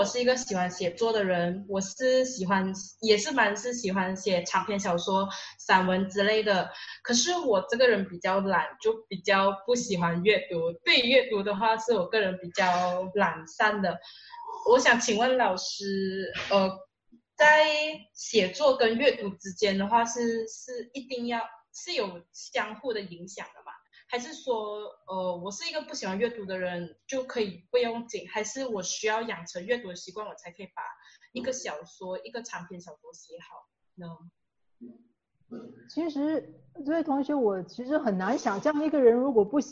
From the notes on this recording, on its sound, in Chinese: 地點：Zoom會議室